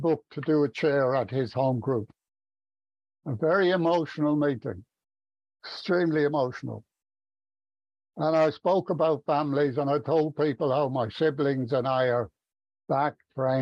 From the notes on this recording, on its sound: From Stevenage in the UK. At the Magical Mystery Tour zoom meeting, recorded in December of 2022.